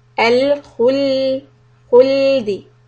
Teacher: So we we have kha with dhamma and we are making the round mouth. But because lam is soft and has a sukoon on it, we are going to make the lips come back to the normal position.